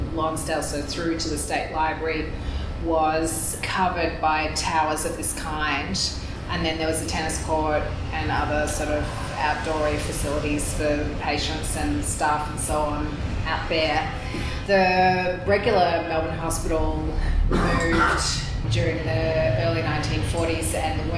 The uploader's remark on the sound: Melbourne newCardigan cardiParty Recorded Live. Our October Melbourne cardiParty was held at the Queen Victoria Women’s Centre.